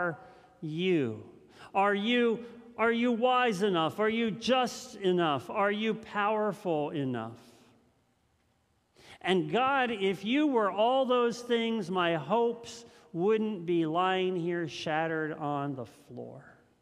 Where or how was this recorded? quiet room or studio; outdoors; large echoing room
large echoing room